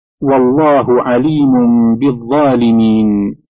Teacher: يمد من حركتين إلى ست حركات، وهو ما بعده سكون في آخر الكلمة · Term: المد العارض للسكون